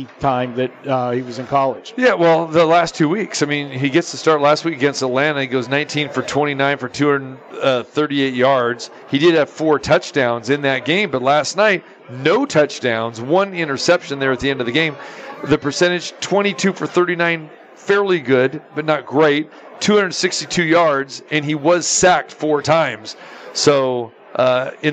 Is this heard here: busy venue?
yes